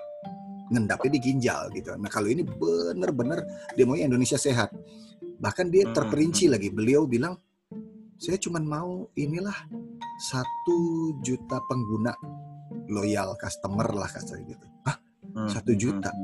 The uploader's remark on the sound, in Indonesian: REKAMAN SUARA ZOOM Meeting.